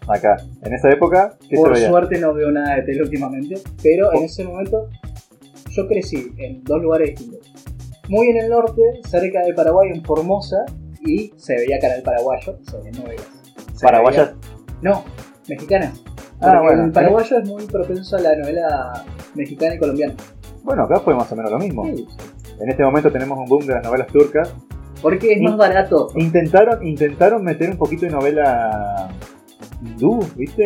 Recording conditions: poor sound quality